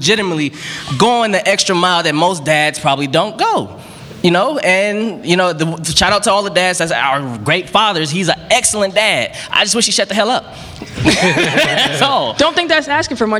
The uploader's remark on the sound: We had the honor to perform a live show at the first annual Milwaukee Podcast Festival (MPF), headlined by The Brilliant Idiots.